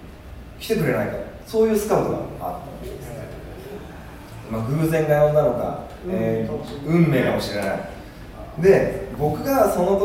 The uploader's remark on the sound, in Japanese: 公開収録音源。In可児。